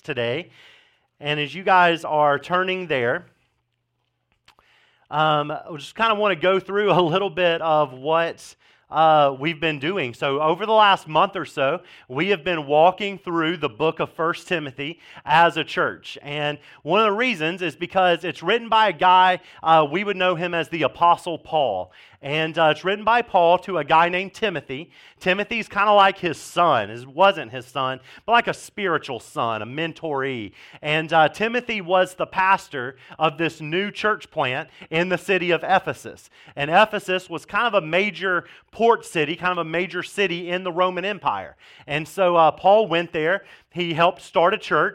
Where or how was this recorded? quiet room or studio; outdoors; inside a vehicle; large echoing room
large echoing room